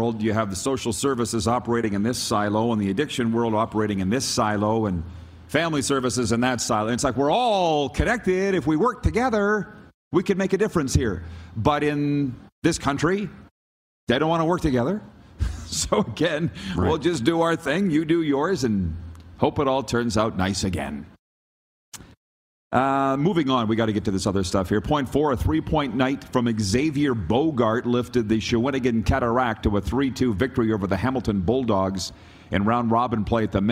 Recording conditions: busy venue